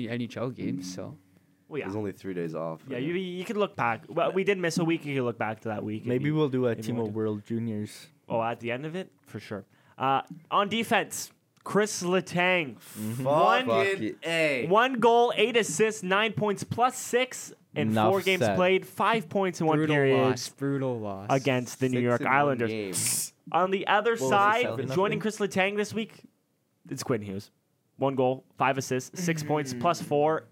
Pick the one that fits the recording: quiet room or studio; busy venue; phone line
quiet room or studio